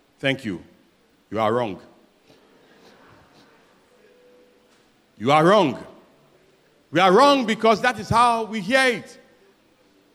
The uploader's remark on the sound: Sermon preached at CBC Adabraka Campus